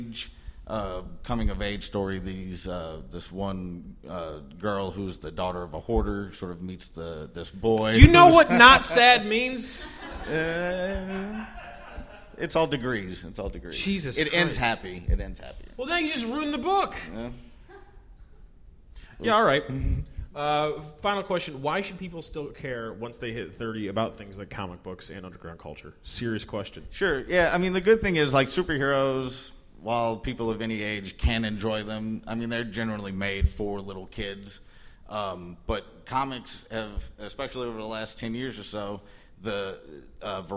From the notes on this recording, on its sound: Live at Hell Yes Fest at the New Movement Theater